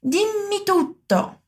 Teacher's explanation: Alonga a vogal I para falar bem bonita essa dupla consoante. E alonga também a vogal U na segunda palavra, hein? · Term: doppia M